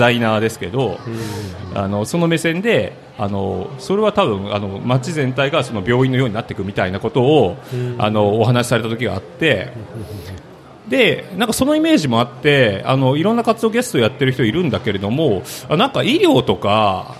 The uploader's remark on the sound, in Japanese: 楽しく公開収録。鳥取県倉吉市発。